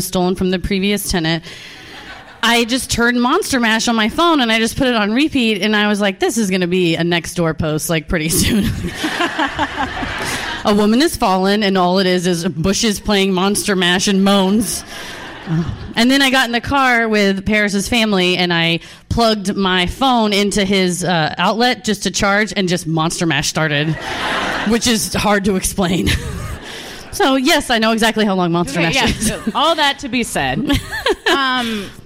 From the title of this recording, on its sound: Live at Dallas Comedy House